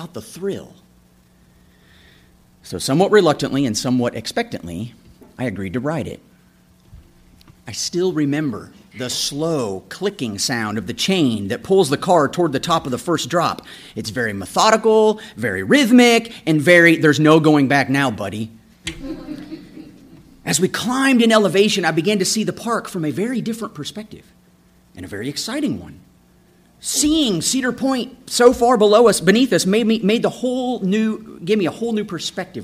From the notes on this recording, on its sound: This episode is a sermon I preached June 25, 2017